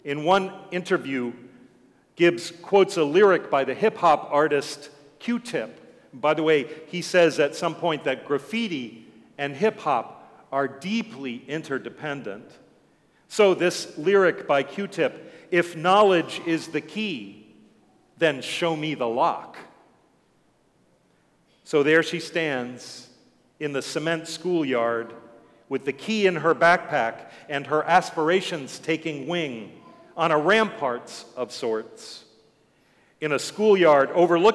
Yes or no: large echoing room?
yes